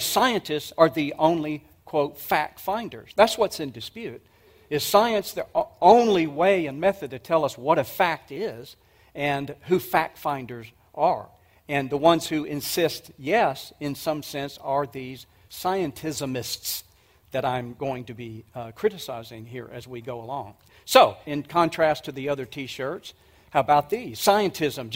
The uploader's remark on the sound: 2023 Apologetics Conference. This was a message presented at the 2023 Evidence and Answers conference.